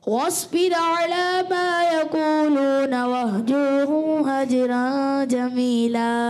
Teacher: सौद को एक्स्ट्रा पुर भी रखना है और दीगर हरूफ में भी खुसूसी तौर पे काफ की अदायगी और पुर हो जाए अच्छे तरीके से. वह जुर्म हा की अदायगी भी क्लियर होनी चाहिए.